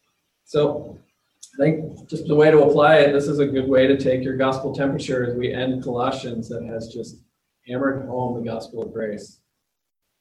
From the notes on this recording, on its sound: The audio includes the entire service.